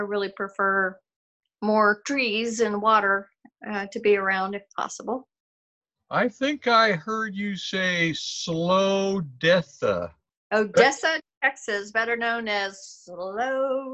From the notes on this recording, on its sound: When we did our Zoom interview